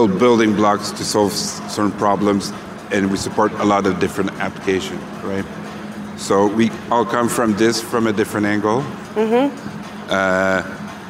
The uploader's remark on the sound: 2019 #NABShow Live